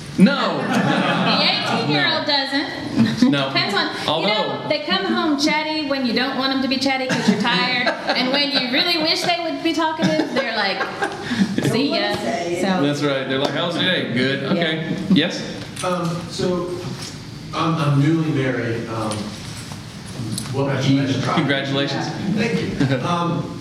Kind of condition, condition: setting, live audience